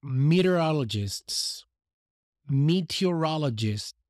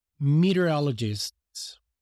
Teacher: we have at the end the STS cluster